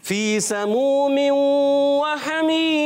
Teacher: یہ ہے یا مدہ، ایک الف یعنی دو حرکات کی مقدار کھینچ کر ادا کرنا ہے